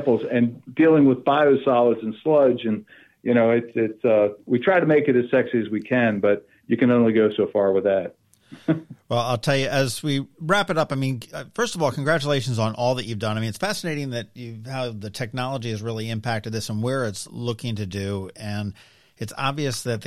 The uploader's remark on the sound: We hopped on the phone.